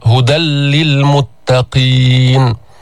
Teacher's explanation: هدى للمتقين، تنوين هدى نون ساكنة، بعده جاءت اللام أو جاء حرف اللام، هدى للمتقين. هل تسمع النون؟ هل تسمع غنة؟ لا تسمع. ماذا تسمع؟ تسمع لاما مشددة · Term: إدغام النون الساكنة